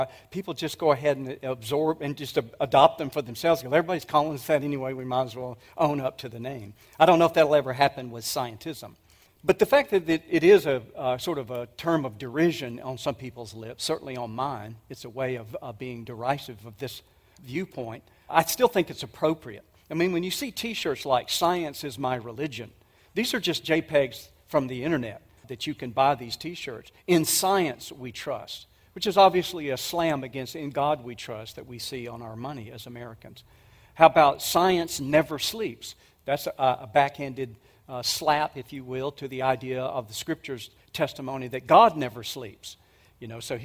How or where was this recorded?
live audience